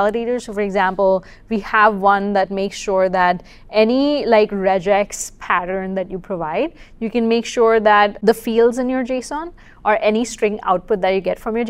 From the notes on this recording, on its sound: Live from the venue of the QCon San Francisco Conference